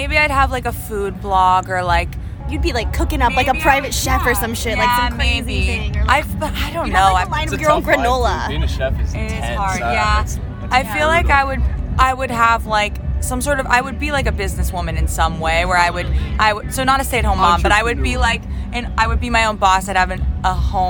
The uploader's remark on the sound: From the WUTK Music Department. At the Shaky Knees Music Festival, April 30, 2022.